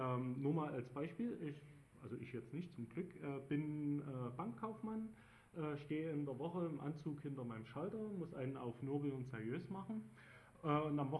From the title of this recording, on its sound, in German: Datenspuren 2007 Mitschnitte